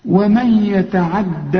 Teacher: النون جت لك بعدها الياء وانت عرفت انها من حروف الادغام لازم هتغن